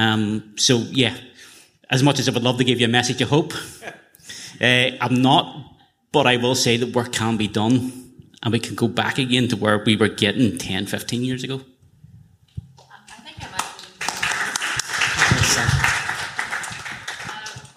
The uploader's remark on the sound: Live at the Sugar Club. Stay tuned 'till the end for a lively Q&A.